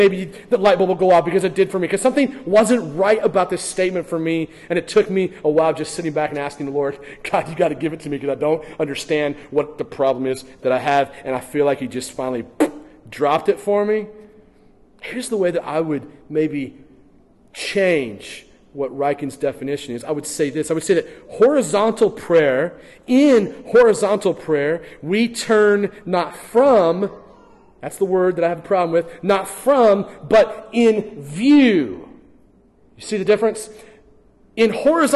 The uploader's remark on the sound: during the morning gathering at First Baptist Church in Hastings, NE